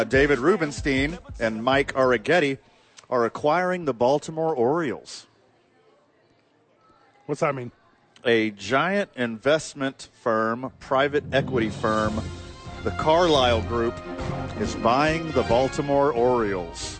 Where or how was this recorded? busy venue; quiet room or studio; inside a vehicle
busy venue